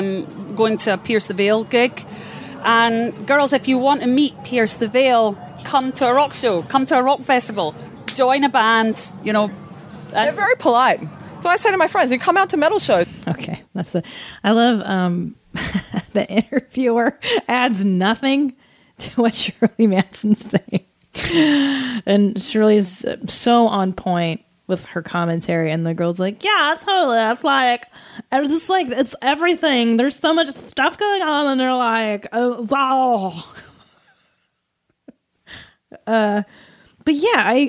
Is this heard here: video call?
no